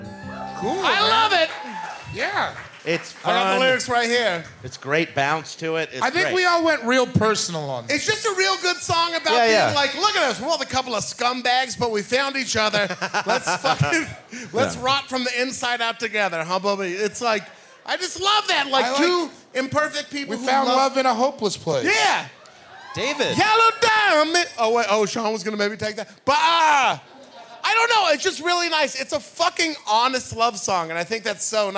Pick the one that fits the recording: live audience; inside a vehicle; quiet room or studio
live audience